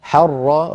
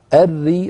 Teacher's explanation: راء مشددة مفتوحة، أري راء مشددة مكسورة، فالأولى مفخمة والثانية مرققة · Term: راء مرققة